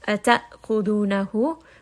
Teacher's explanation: Hamza here has jahir, meaning that the sound is going to abruptly stop. You're going to have a little bit of a jerking sound when you stop on the hamza.